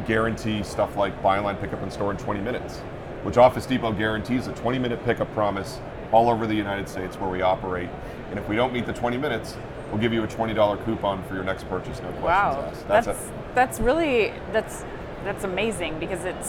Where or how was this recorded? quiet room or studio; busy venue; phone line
busy venue